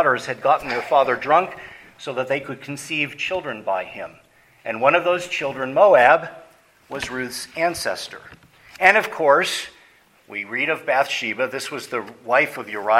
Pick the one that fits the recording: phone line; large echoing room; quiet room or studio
large echoing room